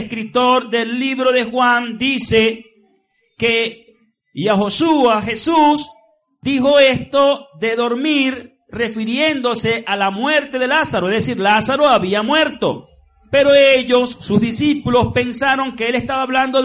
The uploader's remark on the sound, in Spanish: Transmitido en vivo desde la Asamblea de Yahweh Nazarena "Casa de Restauración" para la comunidad vecina y a través de la emisora.